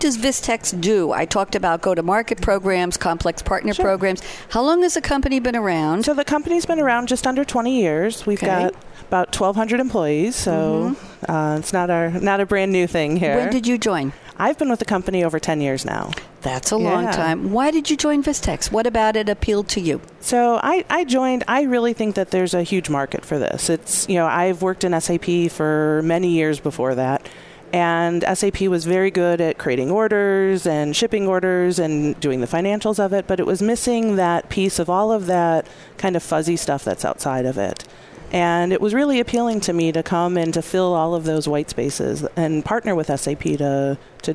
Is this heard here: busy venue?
yes